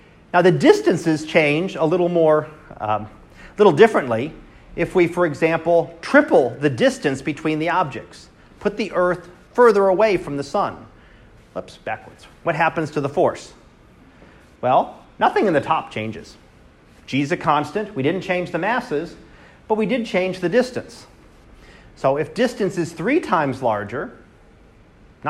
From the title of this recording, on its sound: Live Class Lecture